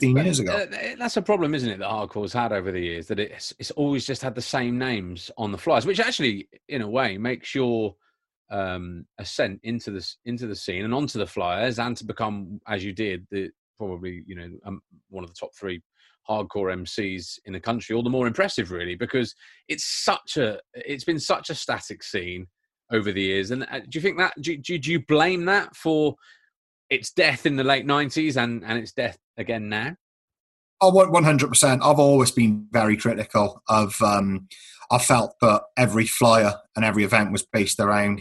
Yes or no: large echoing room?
no